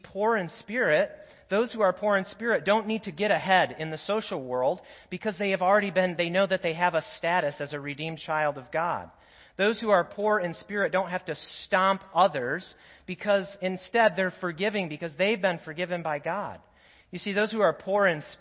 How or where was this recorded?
large echoing room